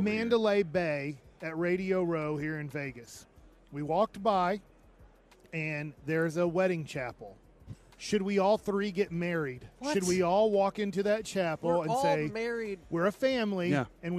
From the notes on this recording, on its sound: 1pm hour of The K&C Masterpiece LIVE from Radio Row in Las Vegas!